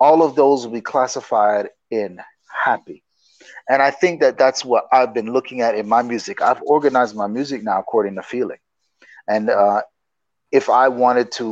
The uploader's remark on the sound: A podcast and video series limited to a 25-minute remote interview.